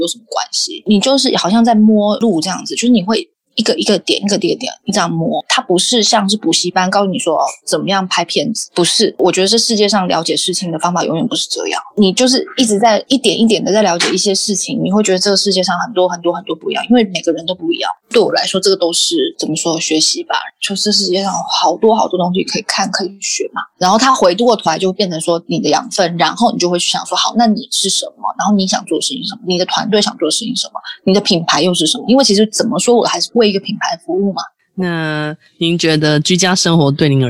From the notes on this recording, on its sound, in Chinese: 本集訪問有點現場環境音，還請見諒